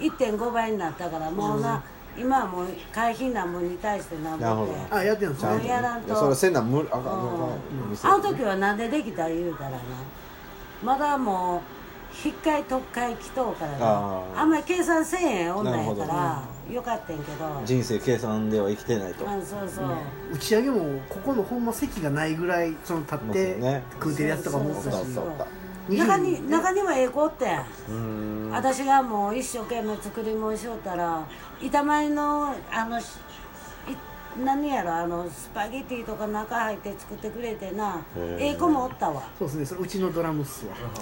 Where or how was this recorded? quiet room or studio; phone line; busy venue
busy venue